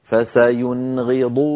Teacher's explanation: مثال الذي بعده حرف الغين كما نرى فسينغضون، نون ساكنة بعدها غين لا زيادة في زمن النون · Term: إظهار النون الساكنة